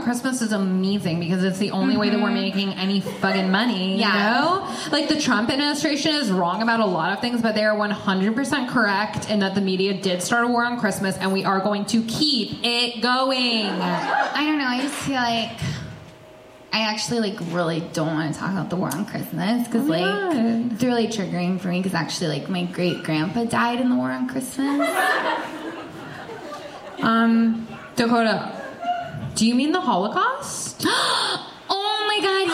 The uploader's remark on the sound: in this live show